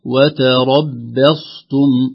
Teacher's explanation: ترقيق الباء بين المفخمين